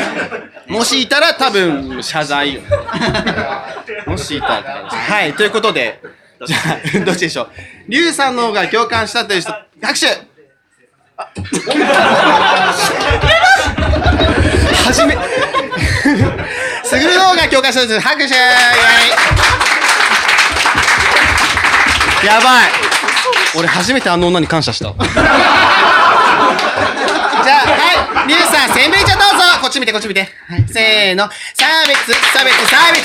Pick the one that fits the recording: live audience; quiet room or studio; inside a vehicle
live audience